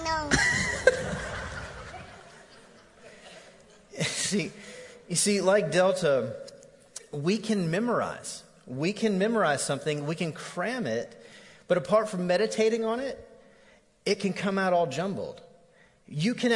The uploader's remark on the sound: Recorded live on 10/7/18 at The Fellowship at Mt Juliet.